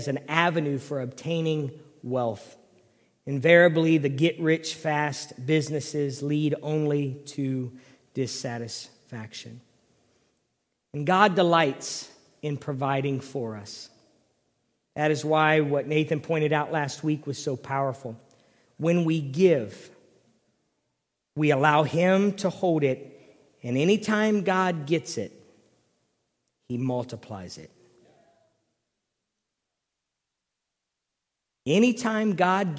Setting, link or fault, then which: setting, large echoing room